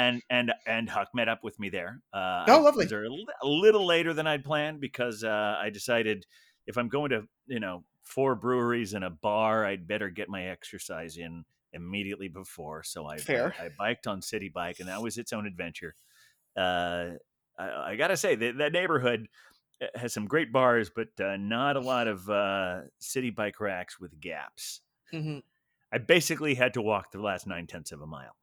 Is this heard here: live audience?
no